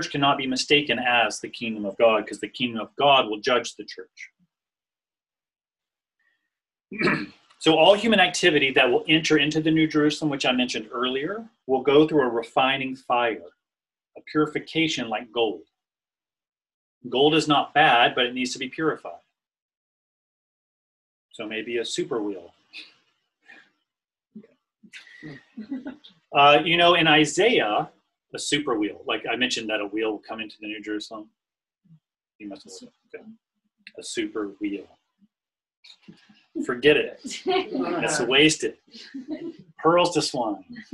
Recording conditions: video call